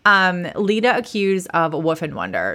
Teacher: I just said that with like a breathy voice